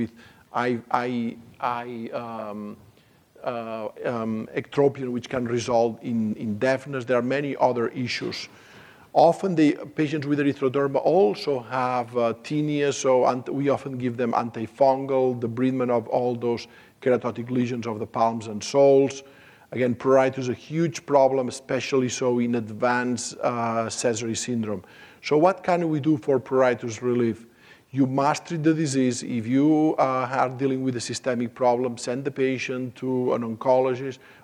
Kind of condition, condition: setting, live audience